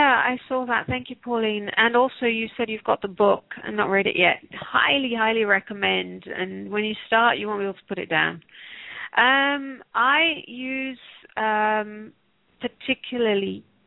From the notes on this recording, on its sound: Takes your calls for healing live today!